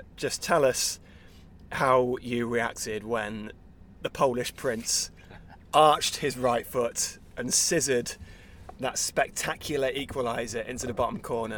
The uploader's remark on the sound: recording a podcast in the back